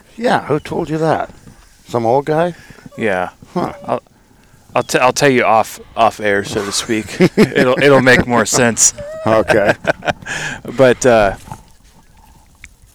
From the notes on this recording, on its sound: Recording from the blind with left coast waterfowl.